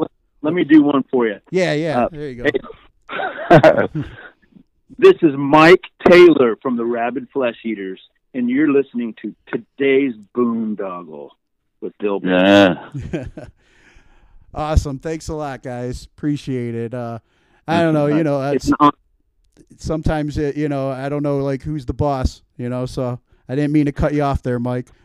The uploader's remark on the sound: Over the phone from Texas.